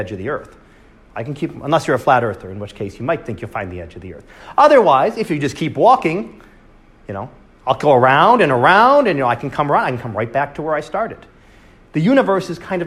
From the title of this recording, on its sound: Live Class Lecture